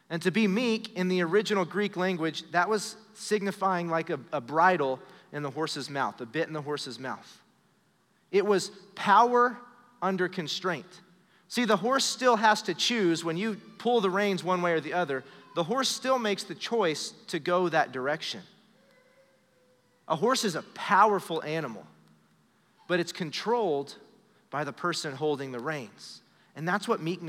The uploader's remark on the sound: Recorded live during our Wednesday night service